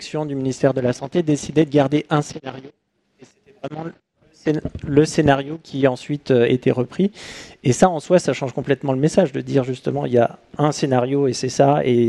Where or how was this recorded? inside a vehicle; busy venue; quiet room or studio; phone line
busy venue